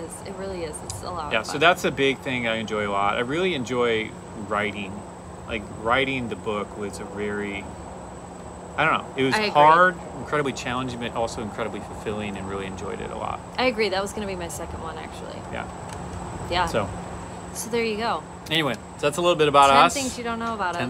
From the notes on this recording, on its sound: We recently took a road trip and recorded this episode from our phone at a rest-stop.